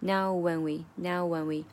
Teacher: 因为 now 它的结尾的音是呜，所以呢，就，然后 and 又是元音发音开头，所以呢，中间就有一个桥梁 W